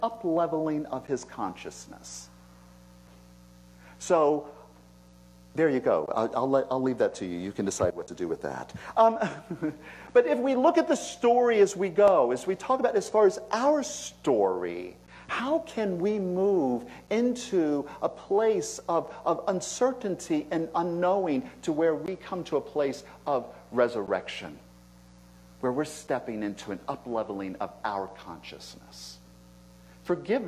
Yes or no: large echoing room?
yes